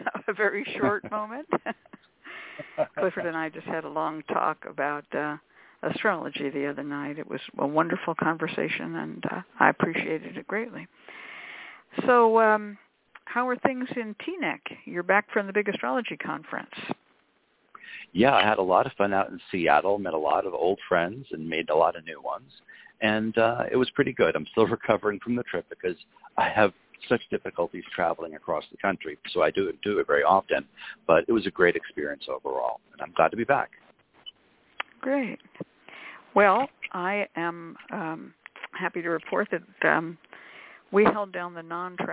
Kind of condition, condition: link, phone line